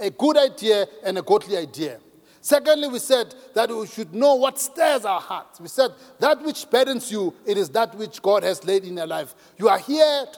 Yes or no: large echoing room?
yes